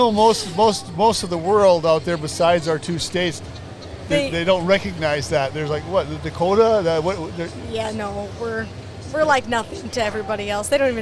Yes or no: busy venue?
yes